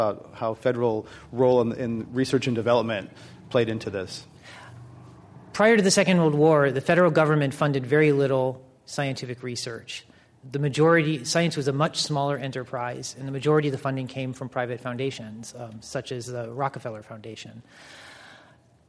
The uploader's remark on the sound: This program was recorded in front of a live audience in San Francisco at The Commonwealth Club.